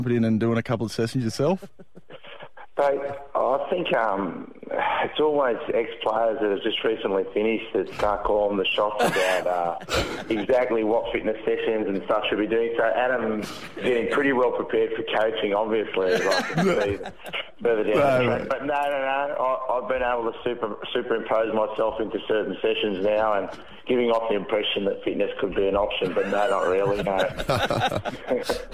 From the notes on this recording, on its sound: On the phone.